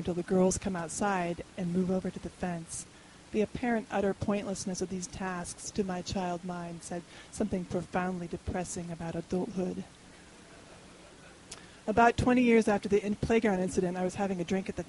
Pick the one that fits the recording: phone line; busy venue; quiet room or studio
busy venue